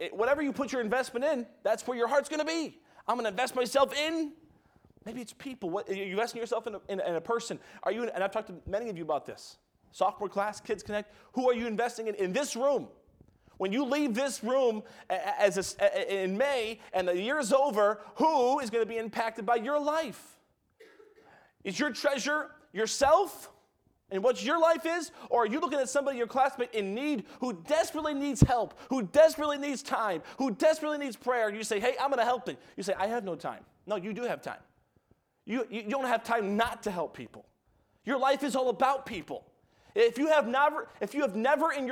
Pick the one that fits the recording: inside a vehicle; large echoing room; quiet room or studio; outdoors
large echoing room